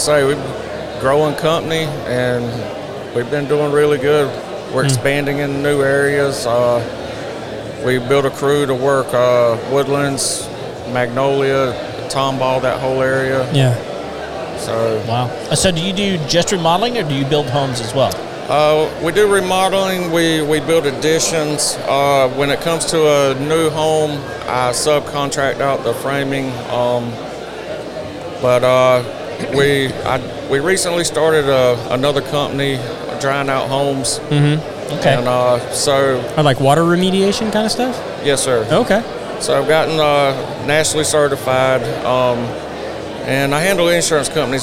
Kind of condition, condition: setting, busy venue